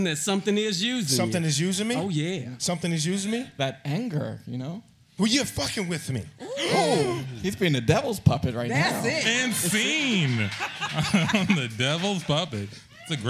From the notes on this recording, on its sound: Can't Tell Us Nothing performs at Mockingbird ¡Recorded Live! Podcast Fest at Rudyardz in Houston, Tx.